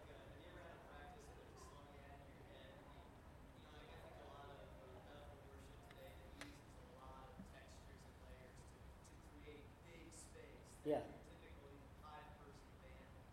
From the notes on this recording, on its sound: Recorded live at the Empower the Church conference at Lima Community Church of the Nazarene in Lima Ohio.